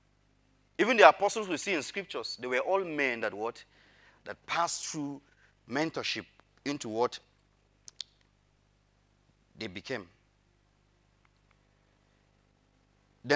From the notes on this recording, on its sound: Audio recording of the sermon on the 2nd of January, 2022.